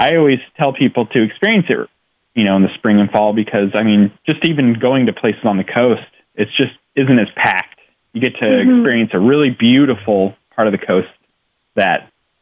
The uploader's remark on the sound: They joined us by phone